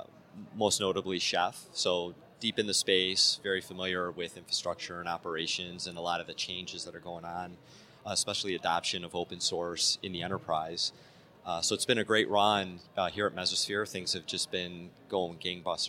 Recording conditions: busy venue